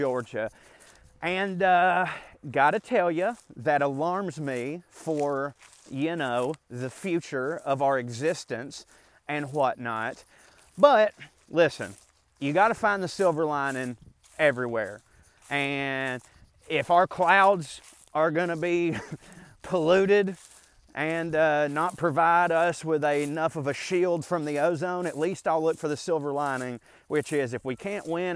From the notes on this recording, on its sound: a rant I went on while walking through the woods